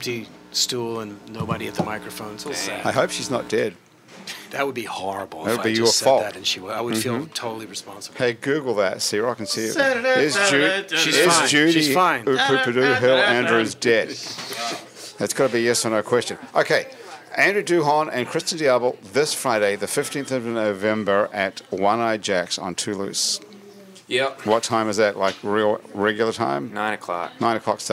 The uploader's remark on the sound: This show was recorded at The Freret Beer Room in Uptown New Orleans.